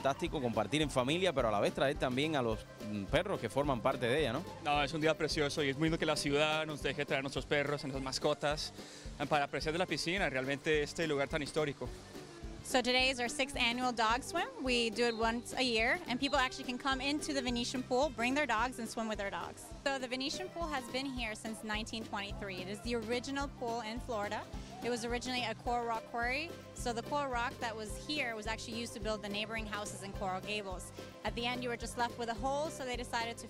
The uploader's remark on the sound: ON THE STREET. VENETIAN POOL CORAL GABLES 2014.